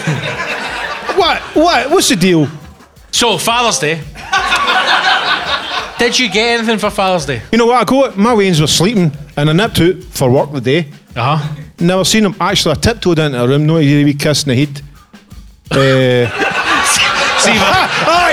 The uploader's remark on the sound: Was recorded live at The Classic Grand, Glasgow. Record the very first LIVE episode in front of 100 hero's.